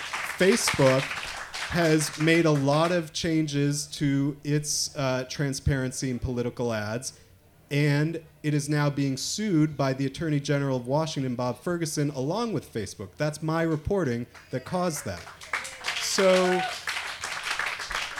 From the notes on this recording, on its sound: Humanities Washington presented this Think & Drink event. The discussion took place at Naked City Brewery in Greenwood on December 12.